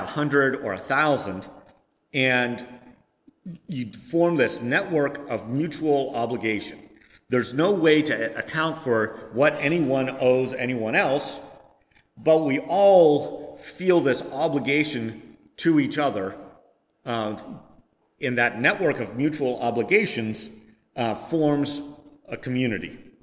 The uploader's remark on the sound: Preached on September 18, 2022, at First Presbyterian Church of Rolla.